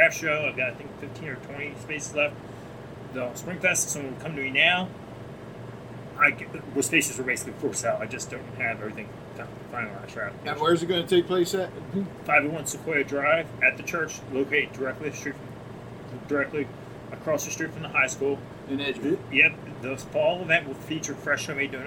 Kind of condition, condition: setting, busy venue